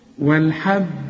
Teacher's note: والحب، إذا وقفت قلقل، وده مش وقف، بس القلقلة بتكون أبين علشان الحرف المشدد بتبقى القلقلة أبين فيه